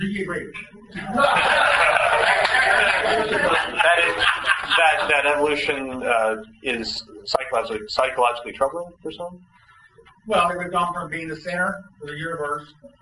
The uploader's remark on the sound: An invited lecture to the Dallas Philosophers' Forum.